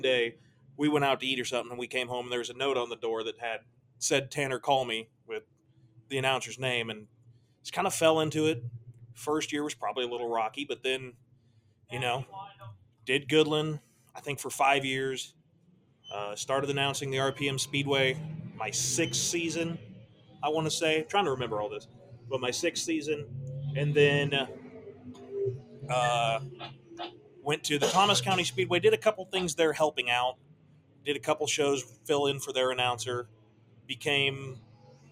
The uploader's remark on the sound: Live from RPM's test and tune night ahead of the 2023 Mike Hughes Memorial Sunflower Classic